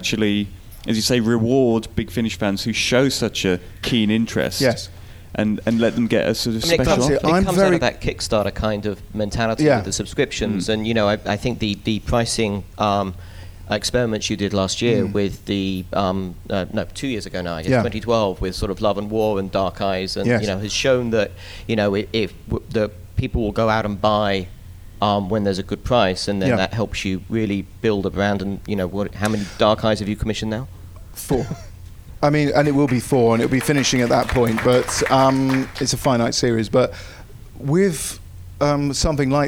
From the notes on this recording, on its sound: We head over to Los Angeles for our latest podcast. Field questions from the audience at the recent Gallifrey convention!